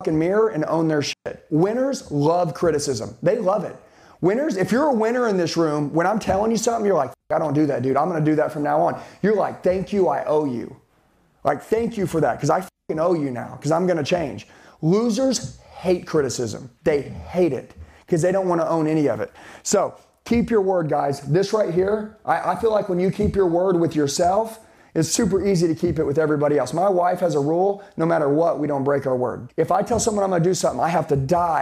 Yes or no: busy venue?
no